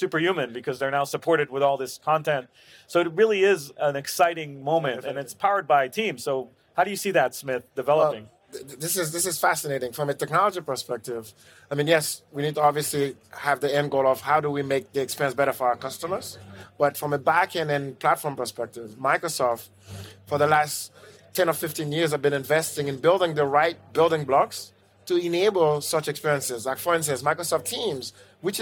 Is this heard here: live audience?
yes